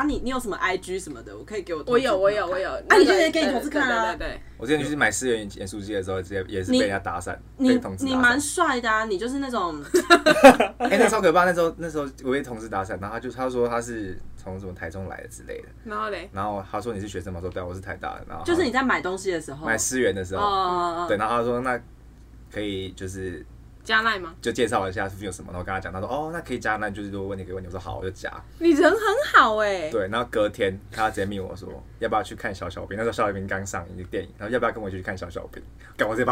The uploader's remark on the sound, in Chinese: 這集首次來了兩個來賓，現場鬧哄哄。